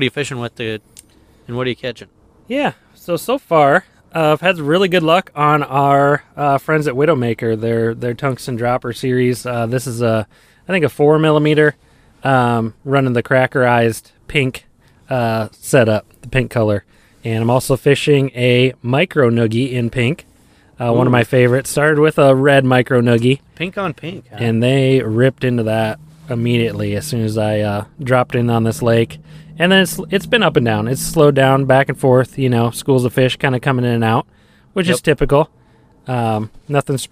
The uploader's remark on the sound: Check in with the guys as they record out on the ice on a small urban pond.